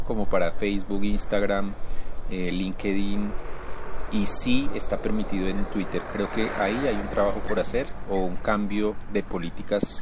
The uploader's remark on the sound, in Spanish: Hoy hice el podcast en bicicleta desde el parque Simón Bolívar de Bogotá.